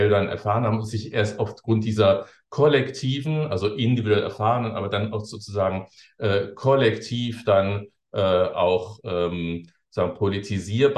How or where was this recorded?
video call